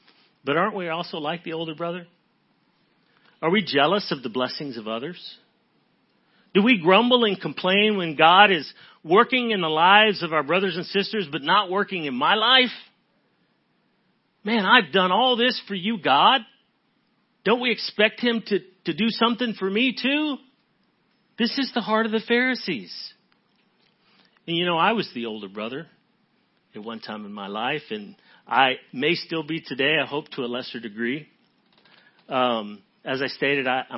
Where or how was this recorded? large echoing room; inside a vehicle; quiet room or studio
large echoing room